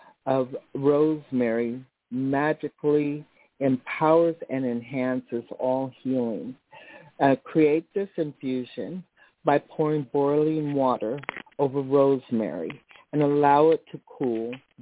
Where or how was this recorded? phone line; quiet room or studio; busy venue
phone line